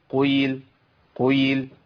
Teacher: كانها فيها ريحه ضم، فالياء شمت ريحه الضم · Term: الياء المشمه بالواو